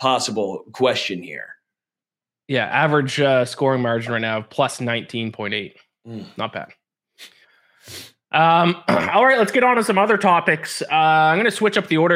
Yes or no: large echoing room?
no